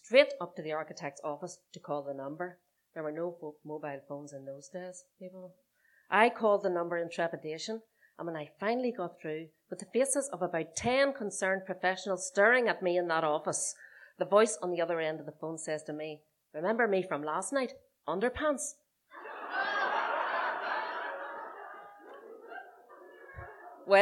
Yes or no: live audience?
yes